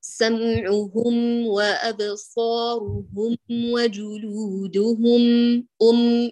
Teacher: عند الميم الساكنة المظهرة قبل الواو عليك يا غالية تعودي لوضع السكون أثابك الله، فلا تضم الشفتين في الميم